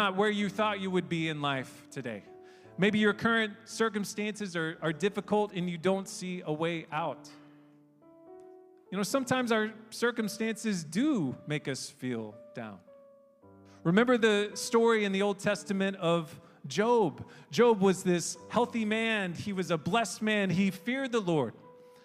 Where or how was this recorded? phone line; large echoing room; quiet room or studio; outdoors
large echoing room